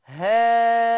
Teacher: يجيب الألف ستة وينزل على النون بالإخفاء · Term: إشباع